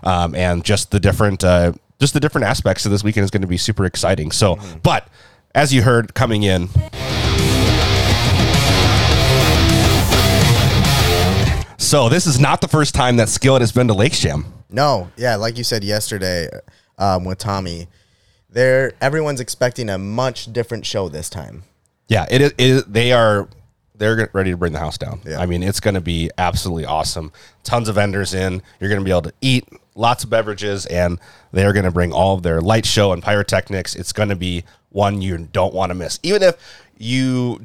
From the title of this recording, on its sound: Live at Lakes Jam